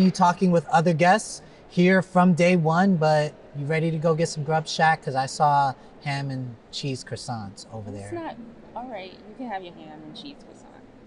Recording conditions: busy venue